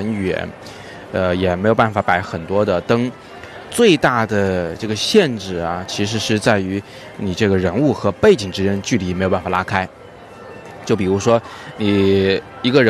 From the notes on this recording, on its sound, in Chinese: 我是在街头陪大家早自习，所以稍微有点噪音，请大家见谅。